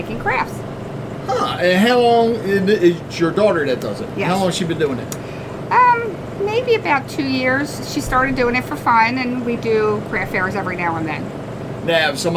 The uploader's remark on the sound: spoke with different Artists at the first Joppatowne Arts Festival